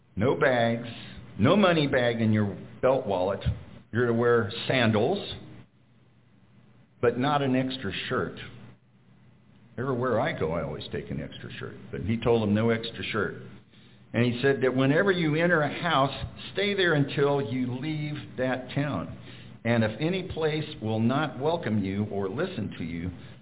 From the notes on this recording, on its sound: We will be sharing a recorded sermon. Preached at Glidden Baptist Church.